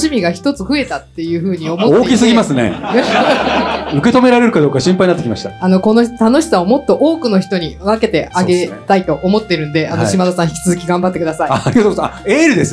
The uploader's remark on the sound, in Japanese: 公開収録がついに実現! 参加者との交流で心温まる前半戦。飲食自由、プレゼントもありな公開収録スタート!